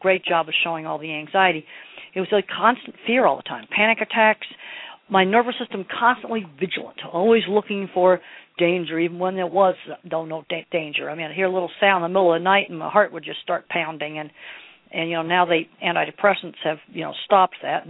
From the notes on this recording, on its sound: surprised me with a phone call and we took it to the airwaves